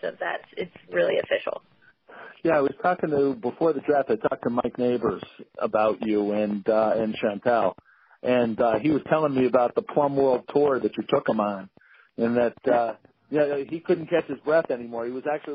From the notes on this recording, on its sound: You can hear the voice inflection, the background conversation and anything else to help frame the context of the interview. On the phone with Dishin & Swishin.